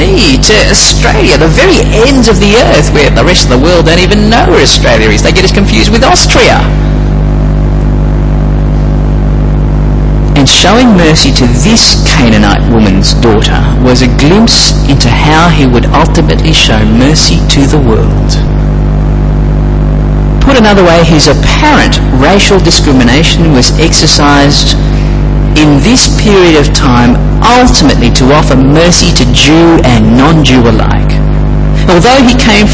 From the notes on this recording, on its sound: Apologies for the sound quality and the buzz in the background